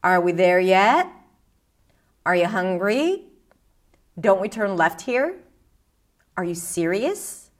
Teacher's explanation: From the bottom of your pitch to the top of your pitch. · Term: rising intonation